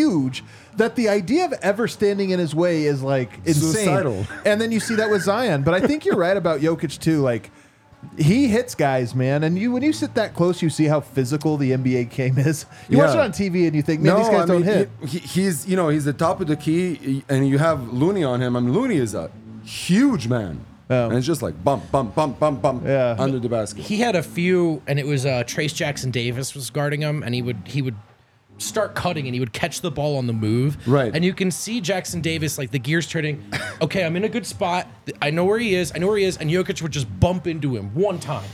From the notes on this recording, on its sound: come to you LIVE from the DNVR Bar